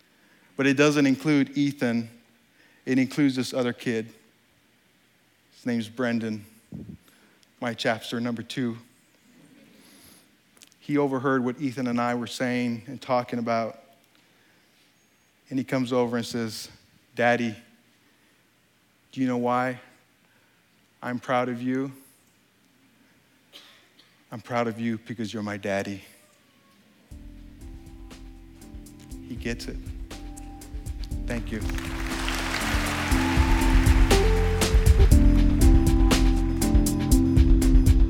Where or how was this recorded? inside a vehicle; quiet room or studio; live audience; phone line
live audience